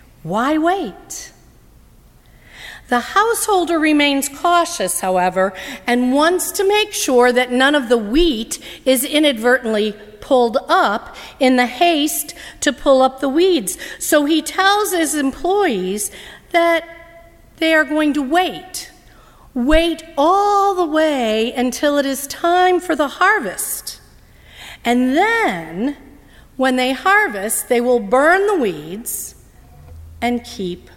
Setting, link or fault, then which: setting, large echoing room